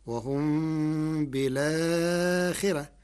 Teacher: قرأ ورش كلمة بالآخرة بنقل حركة الهمزة إلى الساكن قبلها مع حذف الهمزة، فتصير وهم بالآخرة مع ترقيق الراء لكسر قبلها.